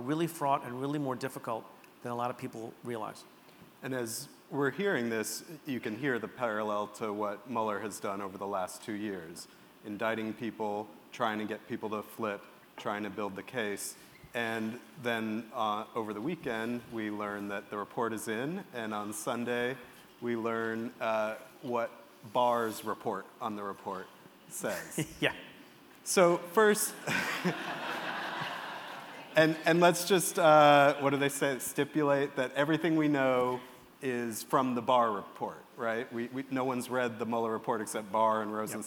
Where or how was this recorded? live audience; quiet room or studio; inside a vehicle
live audience